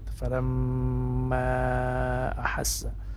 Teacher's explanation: Mad jaiz artinya ya, mad yang dipanjangkan, boleh dipanjangkan dan boleh tidak dipanjangkan. Tapi kita sepakat bahwa membaca mad jaiz pada qiraat hafaz, ya, ini panjangnya 4 harakat. · Term: mad jaiz munfasil